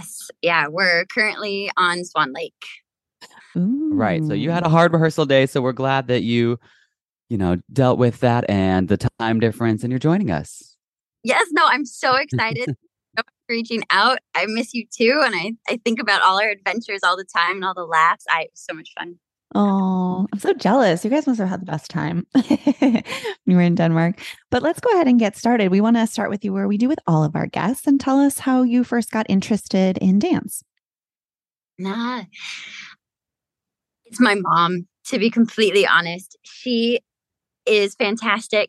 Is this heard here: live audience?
no